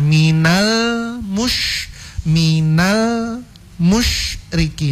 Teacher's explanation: ketika kita membaca minal itu ujung lidah itu menyentuh langit-langit bagian depan. Minal itu kalau langsung dilepas sebelum membaca huruf yang berikutnya imompelo.